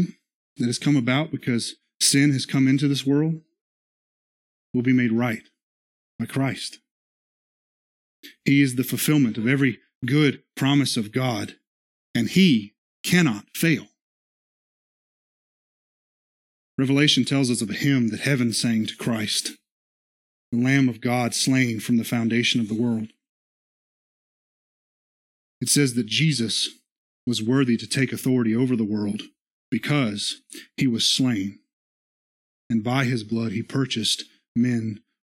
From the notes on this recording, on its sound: This is the sermon from our Worship Service